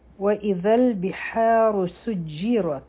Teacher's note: حابه د حلق نه وایو، را به غټه وایو، په جیم به د مضبوطۍ سره راځو، را به غټه وایو، په تا به همس کوو.